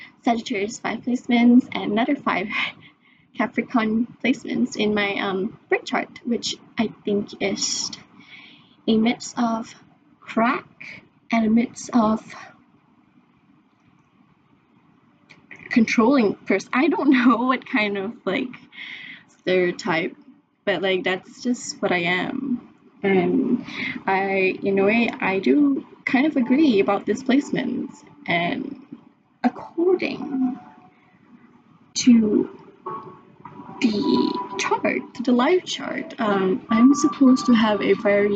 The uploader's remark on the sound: In this episode I am trying to figure out how to record and upload my first podcast episode as a test run. The sound quality is not amazing but we can always try again later.